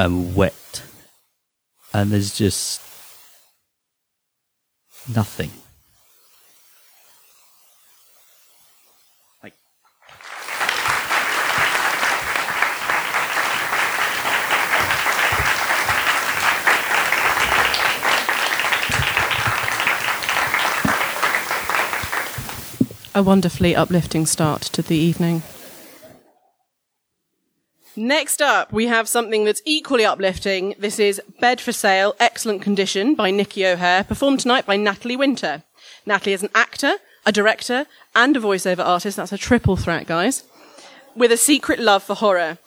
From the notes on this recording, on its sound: The Scare Slam - Live from the Pleasance Theatre, London - 11th October 2019. Part of the London Horror Festival.